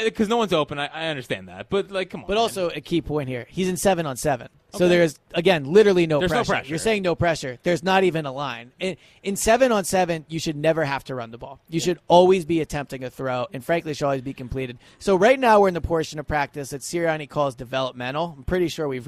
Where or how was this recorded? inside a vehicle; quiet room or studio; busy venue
busy venue